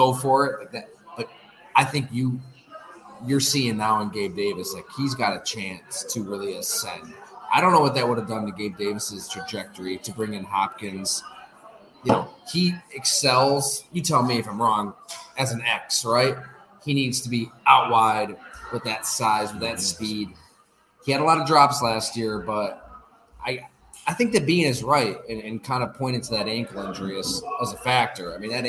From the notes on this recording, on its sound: We record live at Fattey Beer Company in Hamburg, NY.